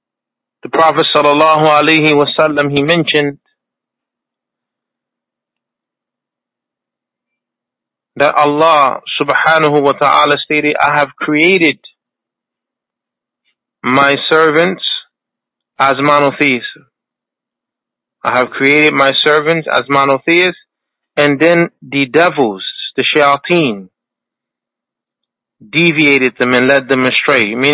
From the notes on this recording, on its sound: A Toronto Tele-Conference Event